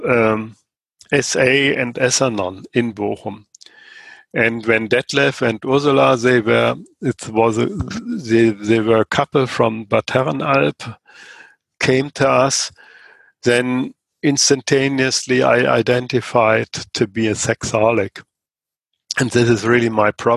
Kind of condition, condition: link, video call